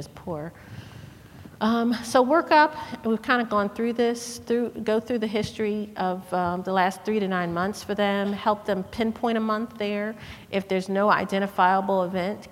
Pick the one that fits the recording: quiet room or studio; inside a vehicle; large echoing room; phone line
large echoing room